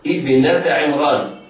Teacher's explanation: ننطق بهمزة وصل مكسورة